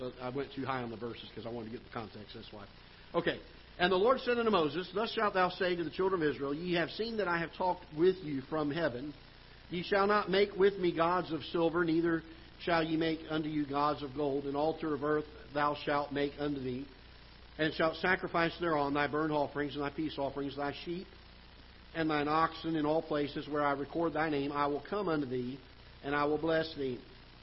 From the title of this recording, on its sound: Ketha Heights Baptist Church ~ Live Broadcast